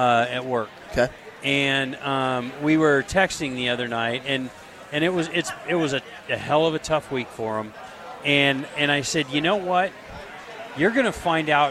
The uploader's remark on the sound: LIVE from Lincoln Airshow.